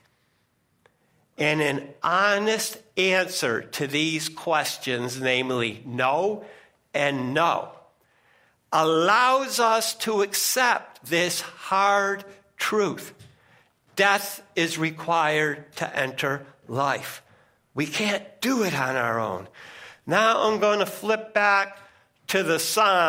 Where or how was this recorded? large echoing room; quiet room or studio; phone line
large echoing room